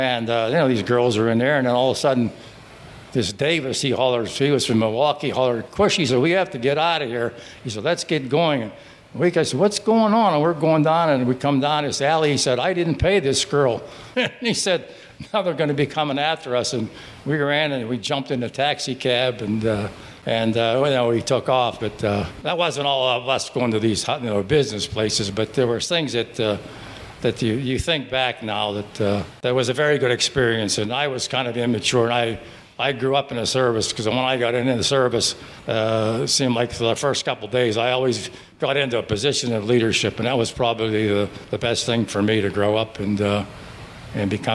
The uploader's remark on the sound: Stories and voices of local veterans recorded live on June 8, 2016 at Grazie Restaurant in Wexford, Pennsylvania. Veteran Voices of Pittsburgh Oral History Initiative.